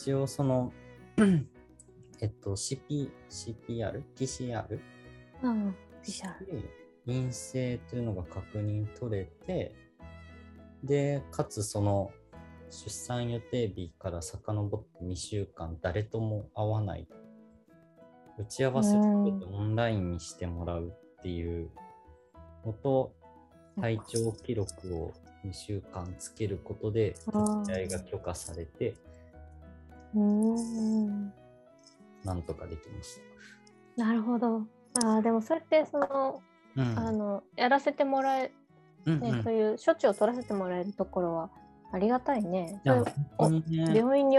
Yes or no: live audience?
no